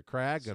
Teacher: the second syllable is the emphasis there